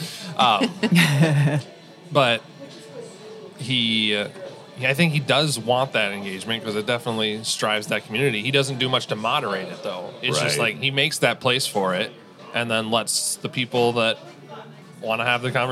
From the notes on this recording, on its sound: This is a recording of the Appleton Podcast Co-op's May morning meet up.